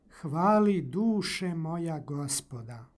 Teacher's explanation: Kod imenice duša ovaj oblik vokativa izgovara se sa dugim akcentom.